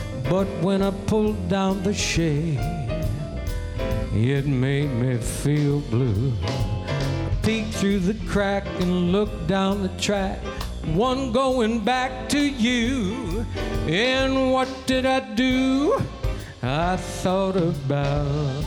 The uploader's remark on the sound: Live at the South Point Casino